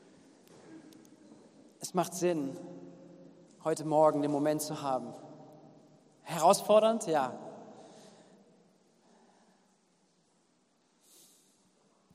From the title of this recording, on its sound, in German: Gottesdienst am 18.07.2021